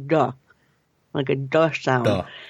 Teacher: So you're not saying, when you say, like, if I say dog, normally my tongue is closer to my teeth, but the D sound in Klingon is further back. So it's more like duh, like a duh sound.